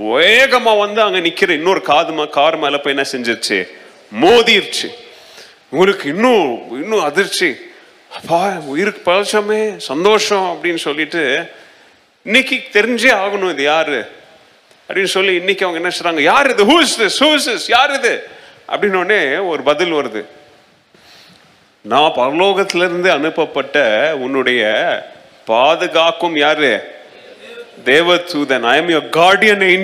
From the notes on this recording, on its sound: Missions Sunday Second Service Sermon Live